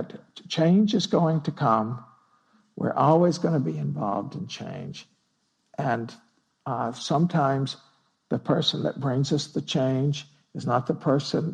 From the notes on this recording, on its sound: Recorded at Spirit Rock on September 19, 2016. (Spirit Rock Meditation Center).